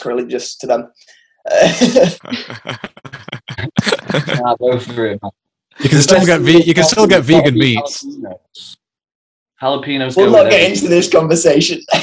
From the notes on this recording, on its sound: Recorded on Zoom